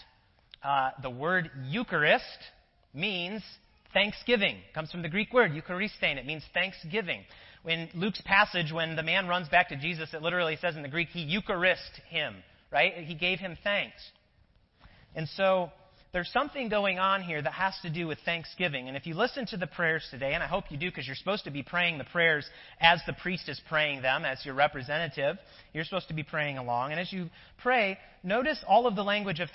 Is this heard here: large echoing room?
yes